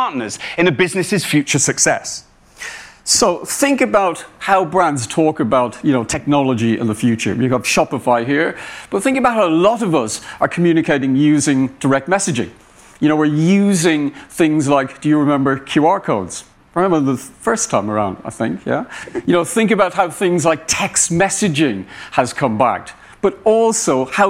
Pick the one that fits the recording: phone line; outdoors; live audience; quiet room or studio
live audience